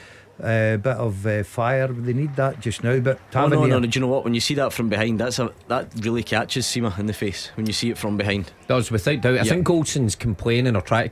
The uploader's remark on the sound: In the studio. Report live form Celtic Park as Celtic take on Rangers.